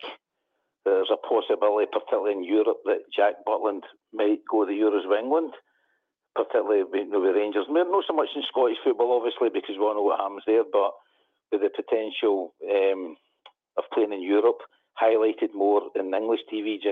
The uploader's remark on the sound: Rangers Rabble Phone